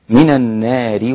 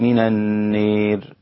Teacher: النار المجرورة هنا أمالها الإمام أبو عمرو والدوري عن الكسائي وقللها ورش هكذا · Shown in: second take